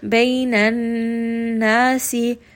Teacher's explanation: make sure you do give it akmal ghunna, you give it complete ghunna, because this does have a shadda on top.